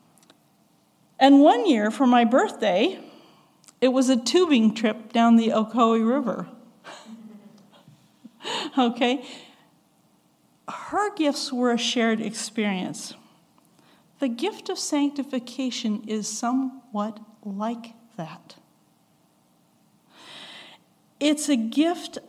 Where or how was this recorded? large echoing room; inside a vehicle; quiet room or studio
large echoing room